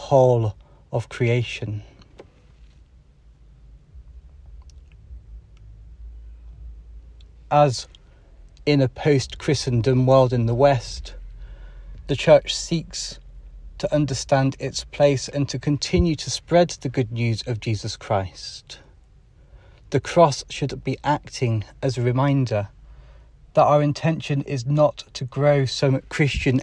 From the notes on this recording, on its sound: Holy Cross Day Live… from the car!